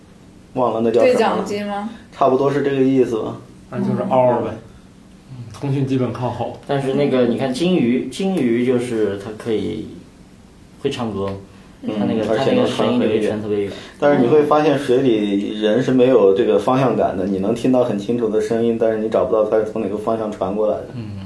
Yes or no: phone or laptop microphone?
yes